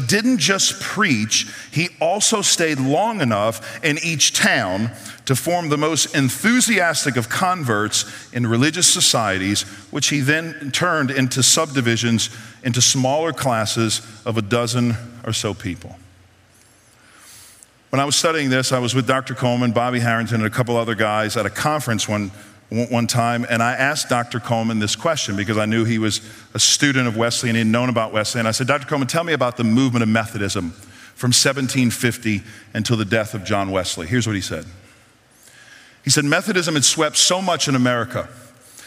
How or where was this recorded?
busy venue